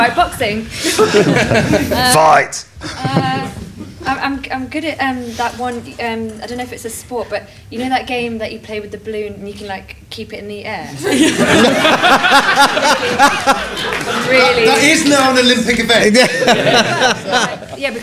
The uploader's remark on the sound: on stage at Big Finish Day 2018 on 3rd November 2018